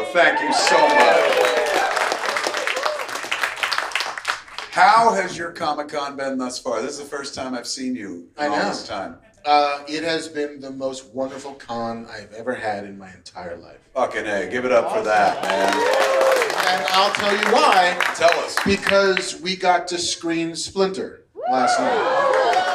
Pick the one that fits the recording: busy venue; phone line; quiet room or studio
busy venue